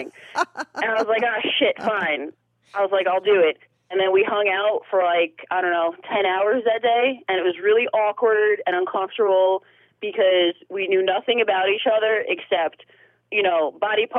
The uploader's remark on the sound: she called in to talk all about it